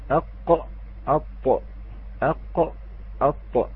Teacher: أقوى الحروف القلقلة هو القاف، ولذلك نسمع هذه النبرة القوية